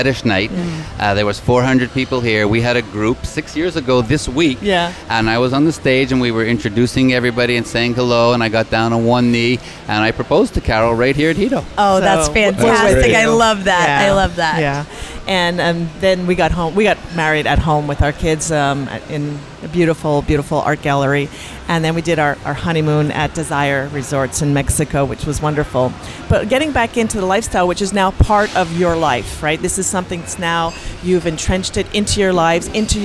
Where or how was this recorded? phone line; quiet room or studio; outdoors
outdoors